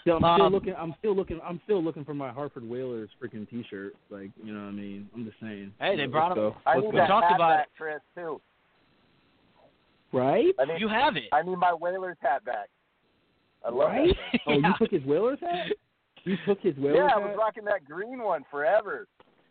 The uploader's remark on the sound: live phone calls